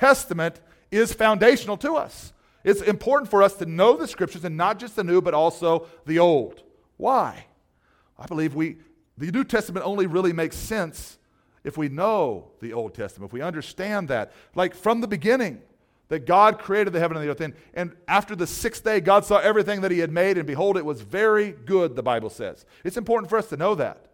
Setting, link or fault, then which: setting, large echoing room